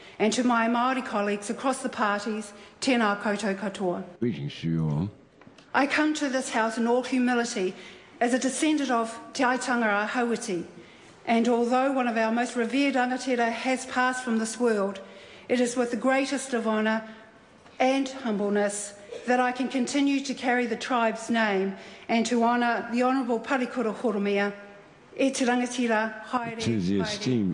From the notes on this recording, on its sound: delivered her maiden speech in Parliament on June 12, 2013